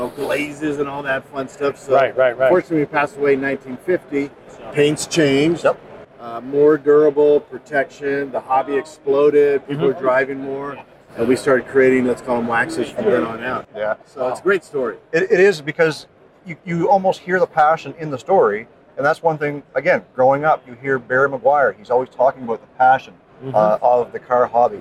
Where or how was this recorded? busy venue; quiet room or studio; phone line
busy venue